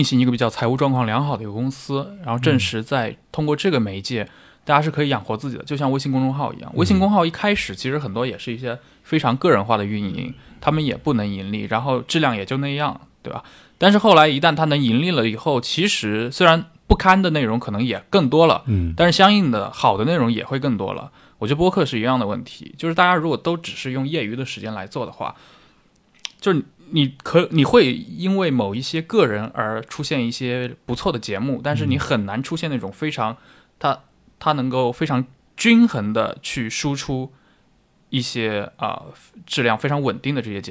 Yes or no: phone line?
no